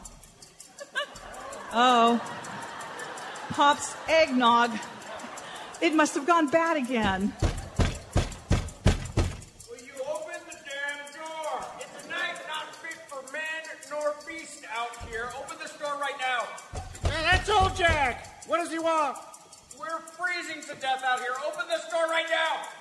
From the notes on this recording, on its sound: Seattle Radio Theatre , KIRO Radio , and Town Hall Seattle present a lighthearted parody of those holiday movies made by a certain greeting card company. This is a recording of a live performance.